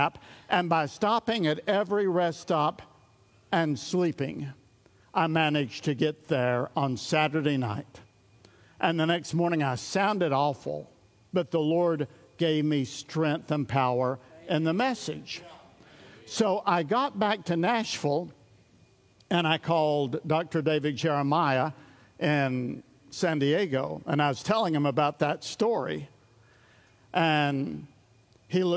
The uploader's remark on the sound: recorded at Sunnylane Family Church in Oklahoma